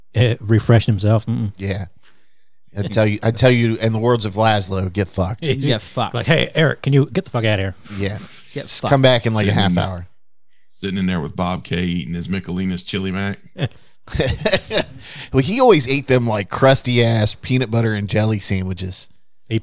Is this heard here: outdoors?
no